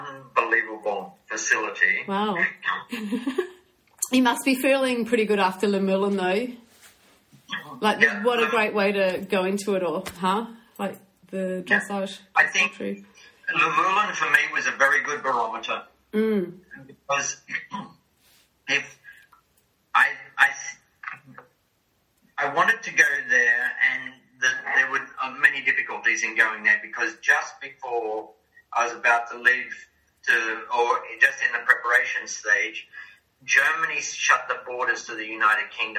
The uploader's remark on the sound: had a fabulous catch up over Zoom